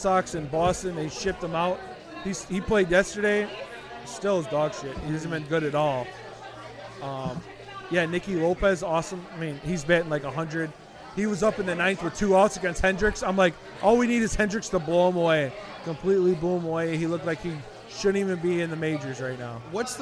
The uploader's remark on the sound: Live at Black Barrel Tavern on Madison in Chicago.